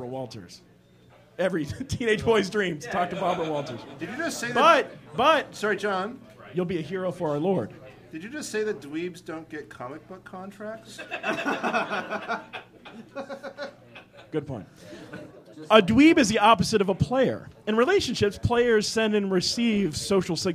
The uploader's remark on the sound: F Plus Live 2. In our second live show.